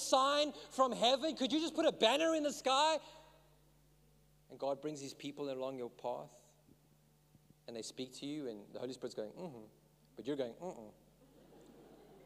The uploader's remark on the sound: In this message I preached at Revive Church